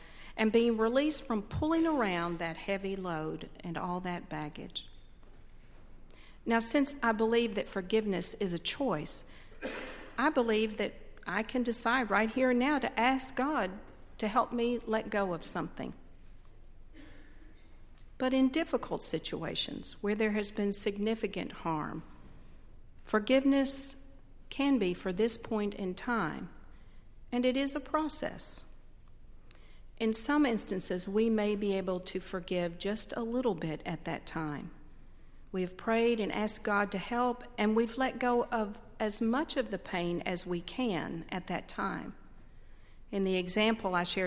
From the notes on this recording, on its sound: on Sunday, November 11, 2012, at Highland Baptist Church.